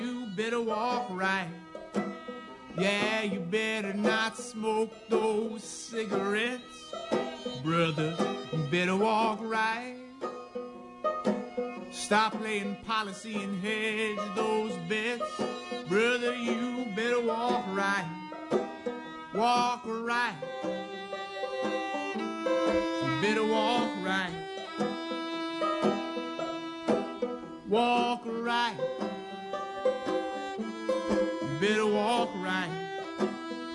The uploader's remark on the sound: Live from the White Pine. The live broadcast during Crossroads Cafe.